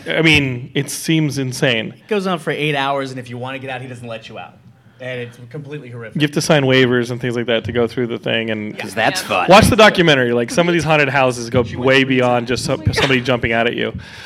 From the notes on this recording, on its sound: LA Comic Con 2018! Geekscape gathers a panel of experts at Los Angeles Comic Con.